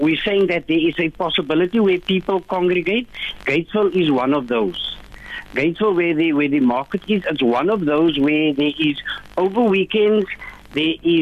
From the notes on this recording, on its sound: Joining us instudio is. Joining us via phone.